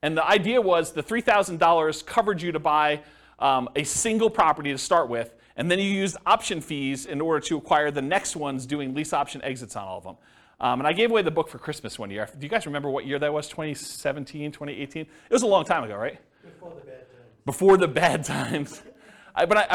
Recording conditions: live audience